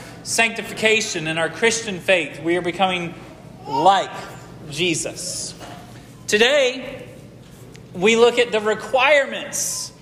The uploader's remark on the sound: This sermon was preached at Hope Fellowship